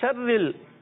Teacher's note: شرل میں را جو ہے یہ باریک کرتے ہیں اور بعض اس کو پر کر کے پڑھتے ہیں شرل کیا